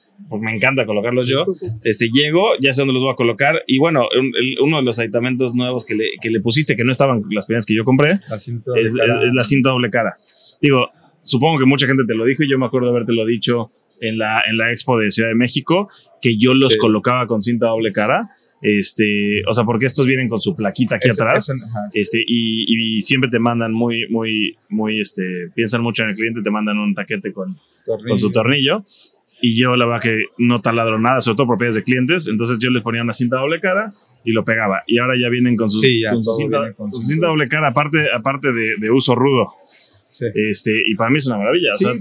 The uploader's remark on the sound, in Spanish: grabado durante la Expo Renta Vacacional en Cancún